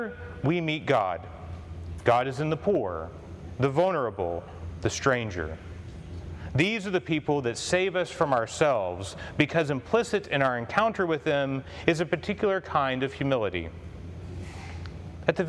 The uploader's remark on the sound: Commencement Address for Holy Trinity High School